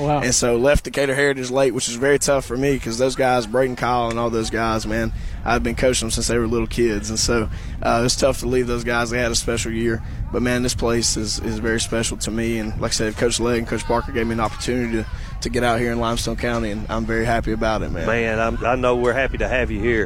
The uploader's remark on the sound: Live from the Clements Lift-a-Thon